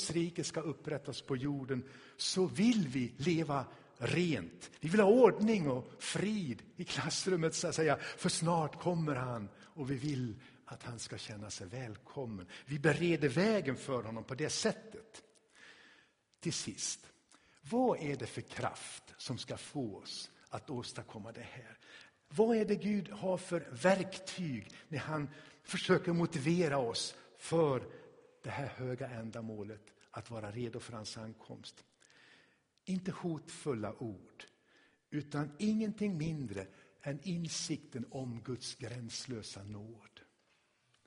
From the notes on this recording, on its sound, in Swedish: Inspelad i Tabernaklet i Göteborg